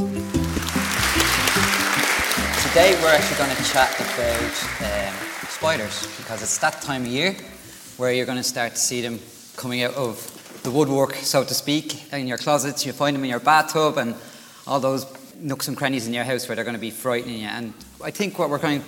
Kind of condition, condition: setting, live audience